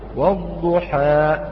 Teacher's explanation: البعض يهمز هذا الحرف فيقول والضحى، أوقفت الصوت في مخرج الهمزة فأصبحت حاء ألف همزة